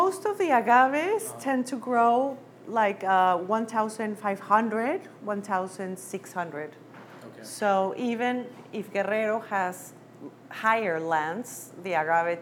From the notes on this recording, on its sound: This episode is a recording of a presentation she did at The Lion Share in San Diego